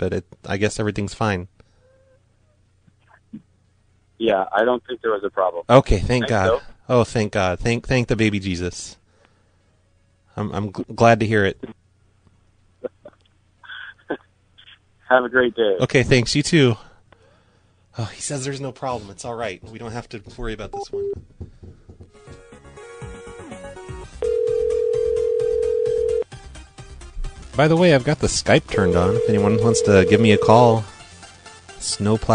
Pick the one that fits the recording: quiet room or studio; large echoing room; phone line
phone line